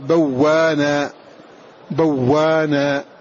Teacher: فهذا الهمز الساكن قبله فتحة، فأبدله عنه حرف مد من جنس حركة ما قبله، فنقول بوانا بوانا لغوا، ولا تأثيما تأثيما، ولا تأثيما ولا تأثيما ولا تأثيما، وهكذا.